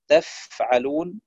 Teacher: الفاء الساكن يجب أن يهمس بشكل واضح